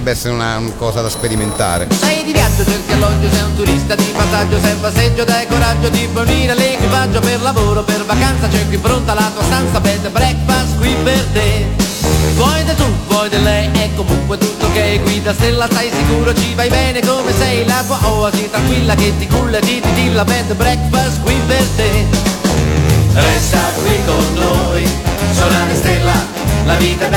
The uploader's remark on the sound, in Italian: intervistato a Lucca Comics & Games 2013